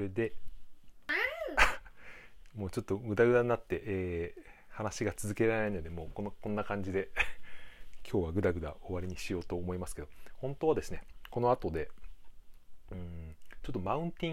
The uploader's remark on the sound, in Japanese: 子どもがいる中で収録したら、話がグダグダになってしまいました。この環境でRadiotalk 配信をしようとするガッツだけ見て頂けたらと思います（笑）。